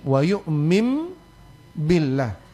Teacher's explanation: mestinya orang baca wa yu'min billah itu langsung ditukar nunnya dengan huruf mim · Term: iklab